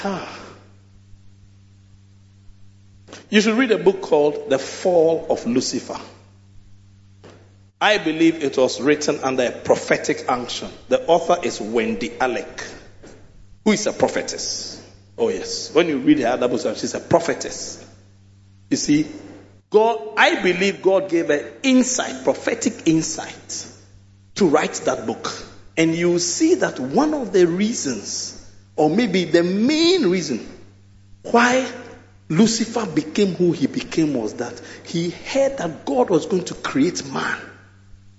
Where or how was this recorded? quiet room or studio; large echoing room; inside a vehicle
large echoing room